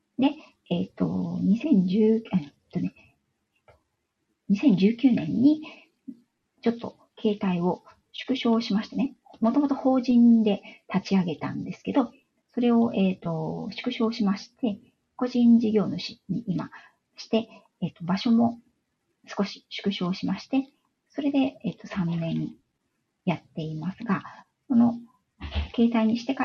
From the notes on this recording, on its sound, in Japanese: 今朝はライブの状態が不安定で、 音声やBGMが聞こえづらく申し訳ございませんでした